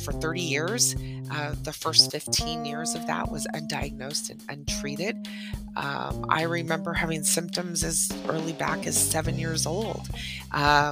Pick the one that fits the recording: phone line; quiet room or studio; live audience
quiet room or studio